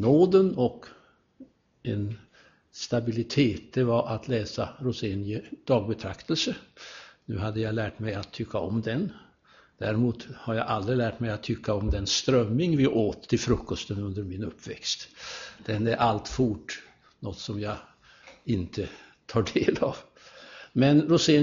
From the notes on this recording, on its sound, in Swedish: Inspelad i Buråskyrkan, Göteborg